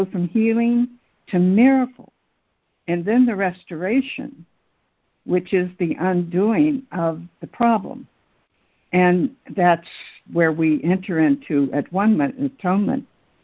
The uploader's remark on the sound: ACIM Daily Conference Call